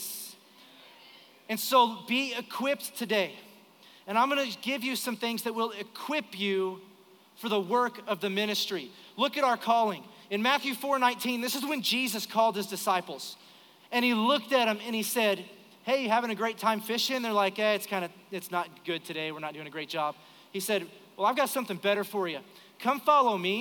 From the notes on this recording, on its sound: Recorded live during our Sunday morning service.